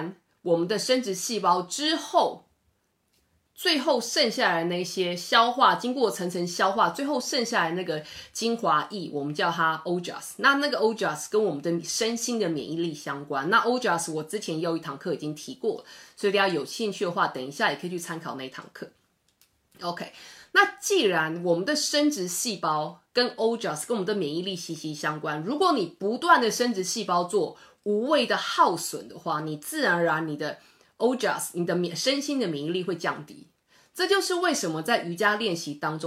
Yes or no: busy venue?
no